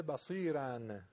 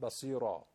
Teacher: بصیرا بصیرن بوده، بصیرن در وصل بوده بصیرن، اما چون وقف میکنیم تنوین دو تا فتحه که بهش میگن تنوین نصب به الف ابدال میشه، تبدیل میشود، بهش میگن وقف ابدال.